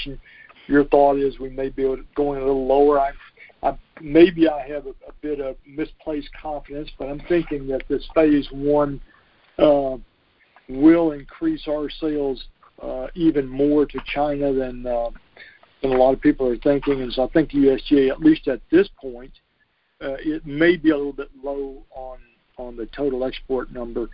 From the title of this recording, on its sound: Monthly Conference Call